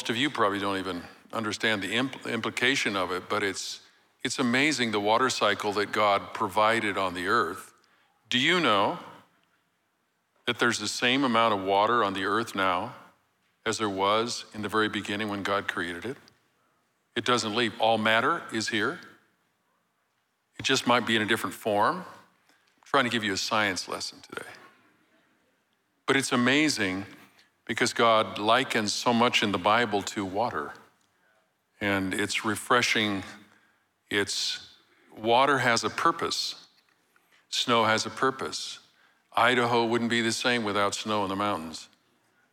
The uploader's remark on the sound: Recorded live at Capital Church in Meridian, Idaho